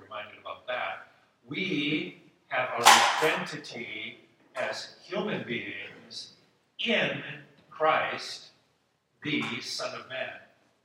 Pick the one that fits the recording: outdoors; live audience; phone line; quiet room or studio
live audience